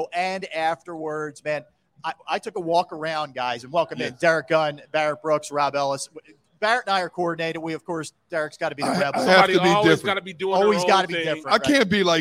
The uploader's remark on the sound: Philadelphia: Live From Ocean Casino Resort for the Grand Opening of The Gallery!